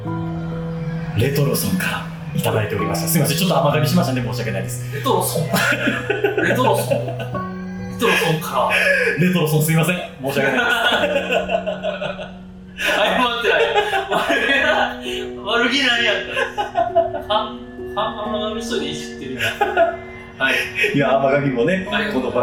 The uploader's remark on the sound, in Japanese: 録音環境が騒がしく編集・調整しておりますが、少し聞きずらい所がございます。